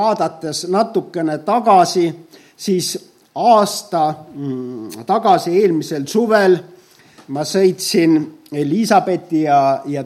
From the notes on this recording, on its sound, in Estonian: Audio salvestus koosolekult